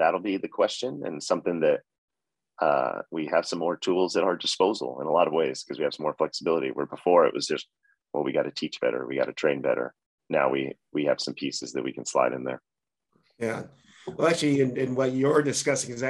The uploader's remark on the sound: Recorded mid-July, I wanted to virtually sit down